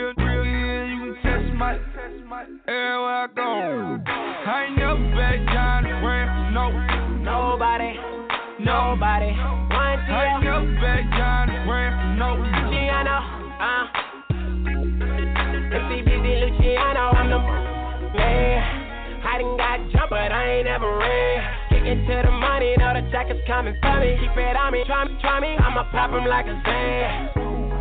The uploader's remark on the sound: Live From Pinups Cabaret. Life After Dusk Live in Pinups Cabaret!